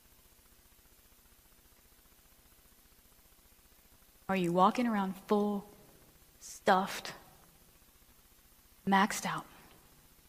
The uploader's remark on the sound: Recording of the message I was privileged to bring at Rock Harbor Church FL. I hope you will enjoy this recording of the message I was privileged to bring at Rock Harbor Church FL.